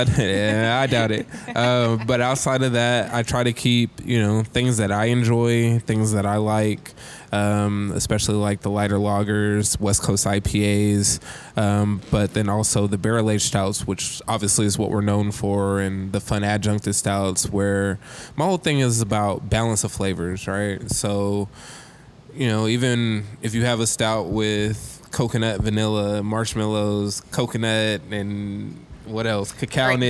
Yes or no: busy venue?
yes